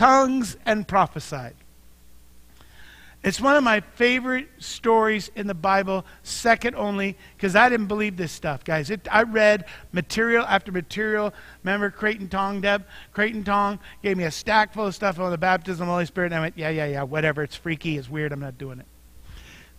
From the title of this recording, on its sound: Mt. Zion Church Live!